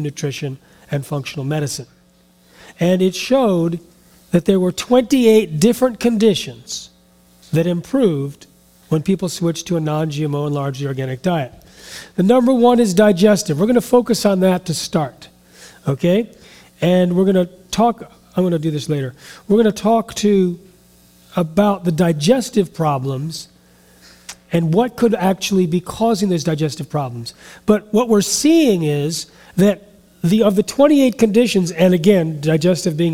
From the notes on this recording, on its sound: Speaks in front a live audience.